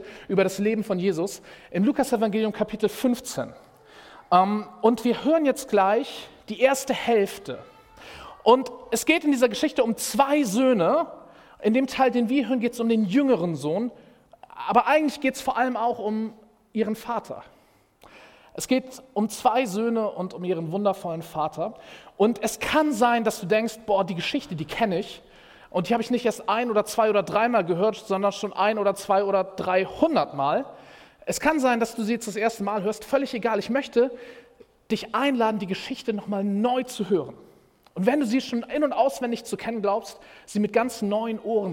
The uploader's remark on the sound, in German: Predigt im Rahmen des GreifBar+ Gottesdienstes